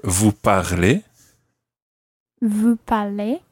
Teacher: the spoken form is much more common to hear vous parlez with a raised intonation at the end